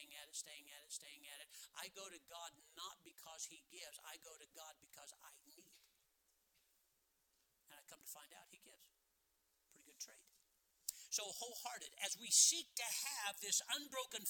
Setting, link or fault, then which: setting, large echoing room